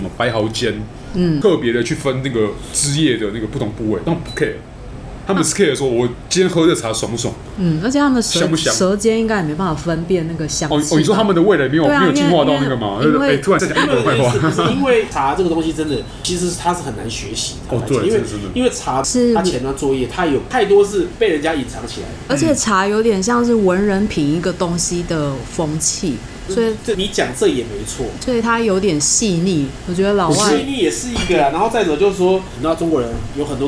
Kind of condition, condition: setting, busy venue